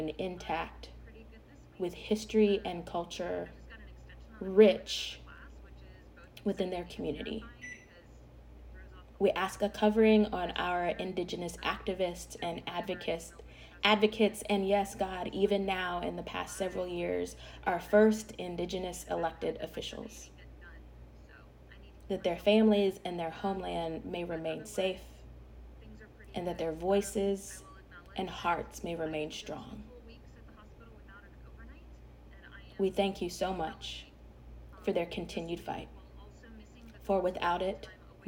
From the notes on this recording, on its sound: There is some background noise in this one that was a bit distracting to even me.